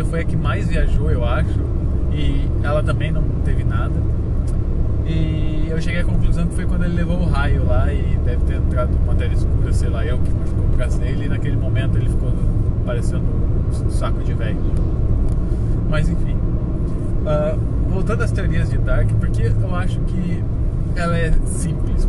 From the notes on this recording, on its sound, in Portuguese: Podcast gravado no carro